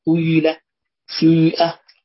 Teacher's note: فيكون كأنها حركة مركبة من الضم والكسر · Term: الإشمام